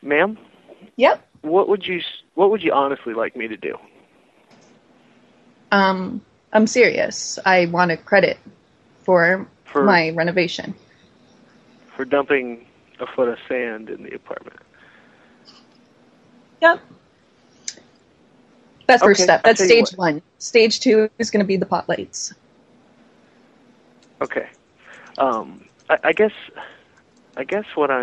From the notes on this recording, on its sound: RBCP's Personal Prank Phone Calls Collection